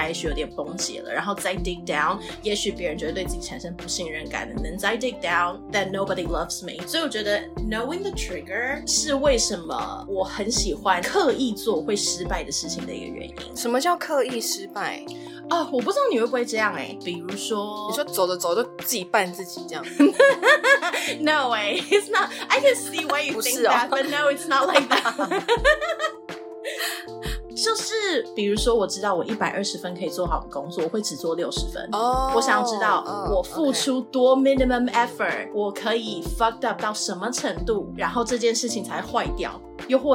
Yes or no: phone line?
no